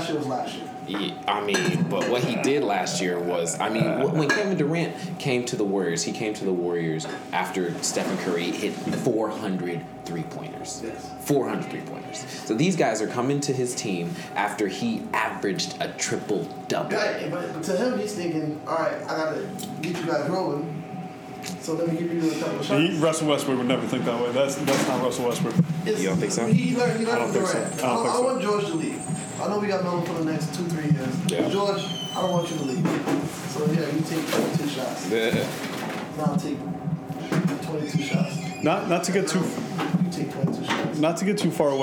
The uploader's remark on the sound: Recorded from Pompette Wine Shop in Harlem, New York. Please forgive extraneous noise.